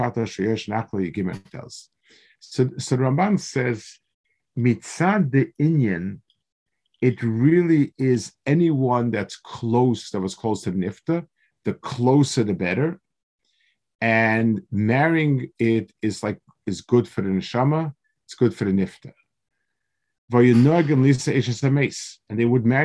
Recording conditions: video call